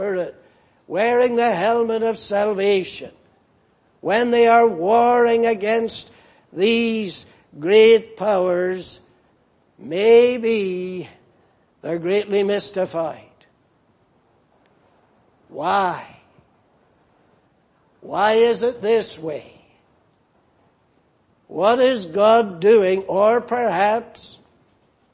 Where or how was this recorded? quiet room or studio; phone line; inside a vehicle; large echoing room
large echoing room